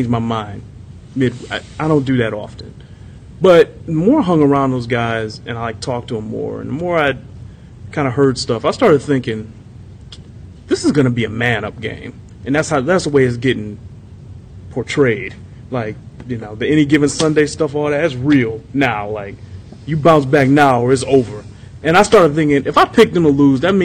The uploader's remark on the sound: live from Arrowhead Stadium